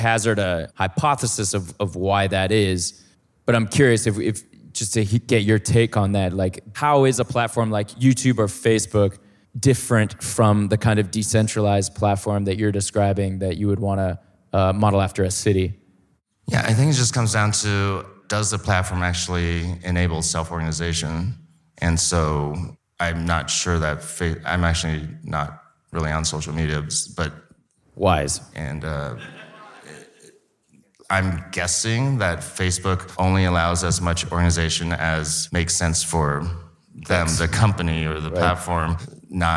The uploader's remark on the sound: We put on two live Talkhouse tapings as part of their comedy lineup. We also hosted a live talk under the fest's Ideas banner. Today’s show was recorded at Life Is Beautiful. At Hook and Fade Studios in Brooklyn.